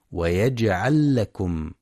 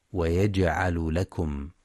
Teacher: وينتبه لإدغام اللام مع اللام في ويجعل لكم · Shown in: first take